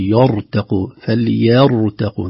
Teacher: فليرتقوا في الأسباب، هنا الراء مفخمة وقبلها ياء قد تتأثر، فنقول يرتقوا فليرتقوا، نرقق الياء ثم نفخم الراء ثم نرقق التاء ثم نفخم القاف · Term: ترقيق تفخيم ترقيق تفخيم